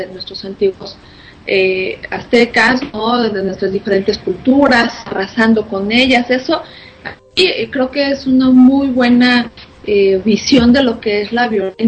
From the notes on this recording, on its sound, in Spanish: Una disculpa por el Audio la transmisión fue remota